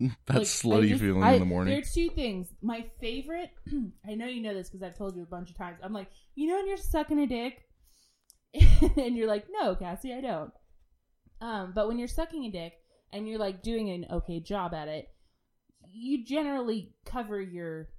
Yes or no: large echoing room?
no